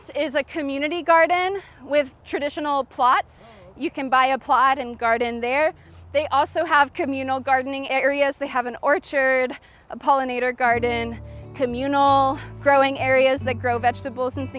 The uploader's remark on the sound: The second half of her guided tour at Festival Beach Food Forest.